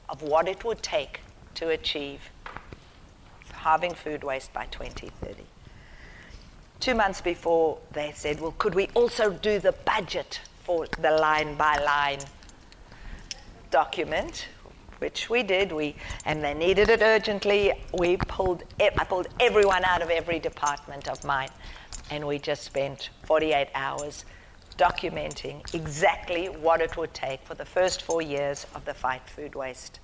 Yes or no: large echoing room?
yes